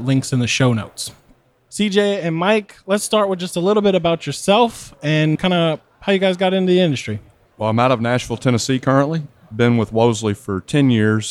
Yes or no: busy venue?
yes